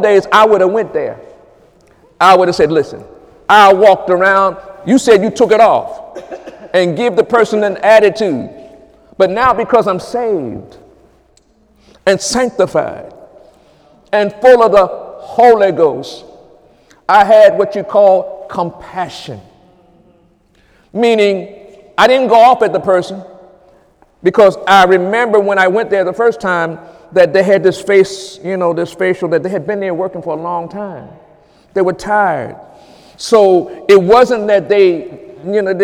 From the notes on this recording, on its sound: During Sunday morning service.